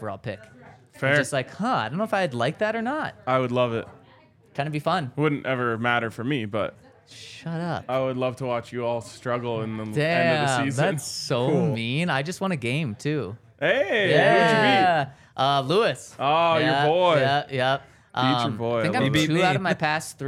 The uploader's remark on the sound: coming to you LIVE from the DNVR Bar